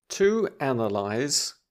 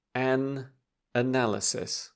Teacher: Yeah, stress changes, doesn't it? Analyse stresses on the first syllable. Analysis stresses on the second syllable.